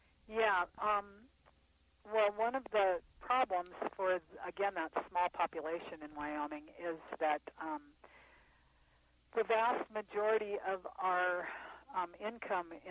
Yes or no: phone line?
yes